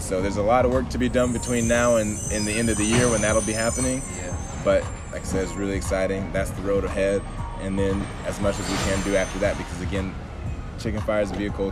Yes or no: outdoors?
yes